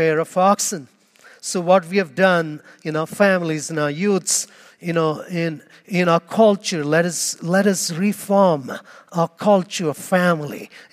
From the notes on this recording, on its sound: Homily Audio